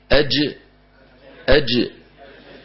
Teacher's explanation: مخرج الجيم من وسط اللسان مع وسط الحنك الأعلى، وسط اللسان مع وسط الحنك الأعلى هكذا.